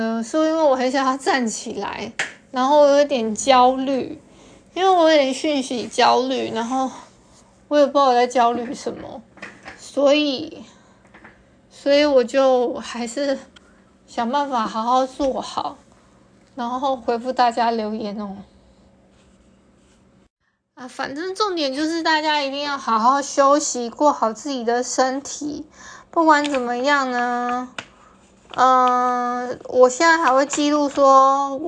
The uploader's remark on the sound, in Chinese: 因為用手機錄製的關係，就當設備休息一下吧！音檔不會重調的。